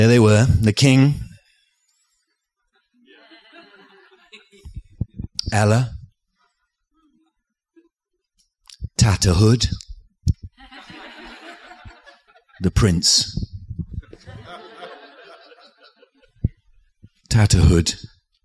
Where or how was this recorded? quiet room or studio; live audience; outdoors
live audience